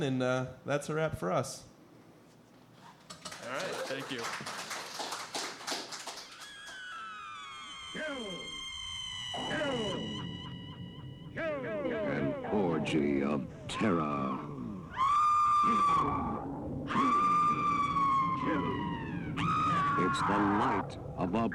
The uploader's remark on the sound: Live from Troma Dance Detroit! Live from the Ghost Light bar in Hamtramck. Huge shout out to all who came out to the show and everyone from Troma Dance and Planet Ant who helped make the show possible!